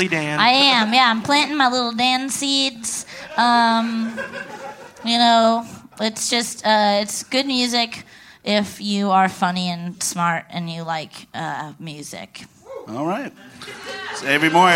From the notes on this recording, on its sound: LIVE at Spider House Ballroom